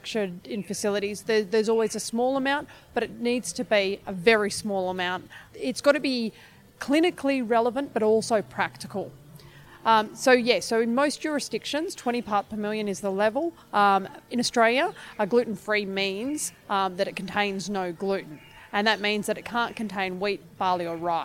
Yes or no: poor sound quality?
no